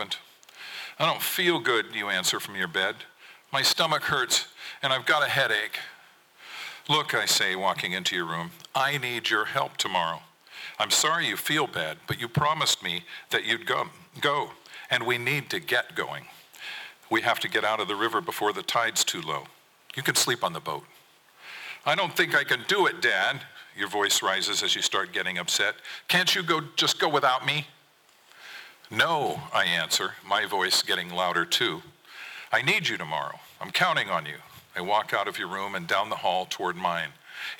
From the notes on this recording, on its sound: 2023 FPG-Ten Fifteen Theater-Saturday Night. From the 2023 FisherPoets Gathering. This recording was made on Saturday, February 25th, 2023, at the Ten Fifteen Theater in Astoria, OR as part of the FisherPoetry Archive Project.